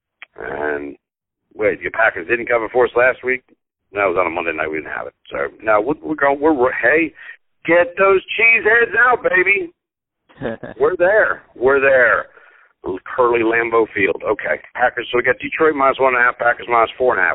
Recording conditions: phone line